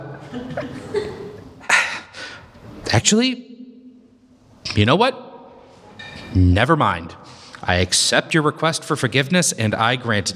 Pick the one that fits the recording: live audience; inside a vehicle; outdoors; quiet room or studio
live audience